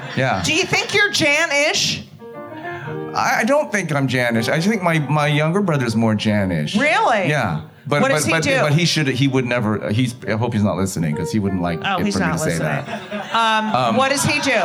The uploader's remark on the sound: LIVE from Club Cumming ! LIVE from Club Cumming !